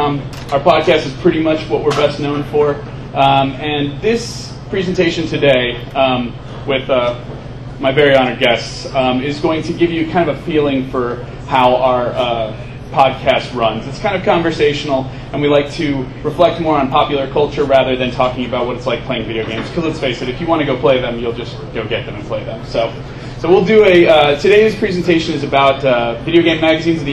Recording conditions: background noise